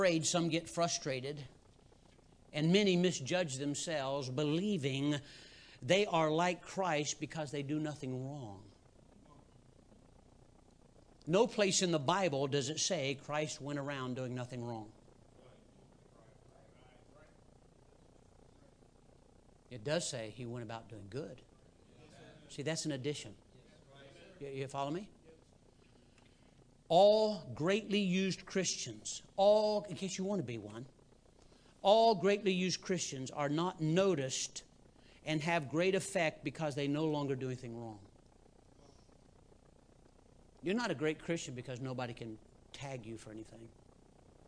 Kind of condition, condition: setting, large echoing room